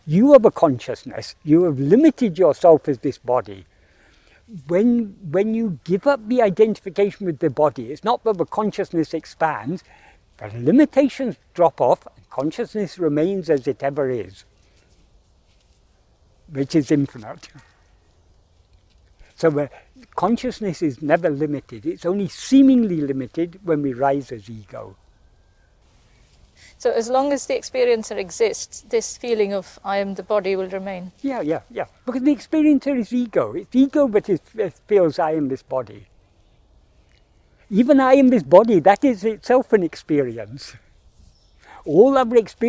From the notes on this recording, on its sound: In this video filmed in Kensington Gardens on 23rd May 2023